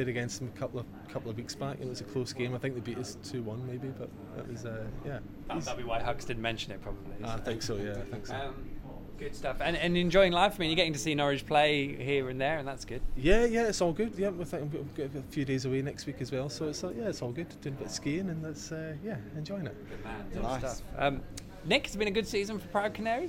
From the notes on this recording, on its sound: LIVE from Departure Lounge in Norwich. All Canaries supporters are welcome every week to pop along to the pub and have their say live on the show.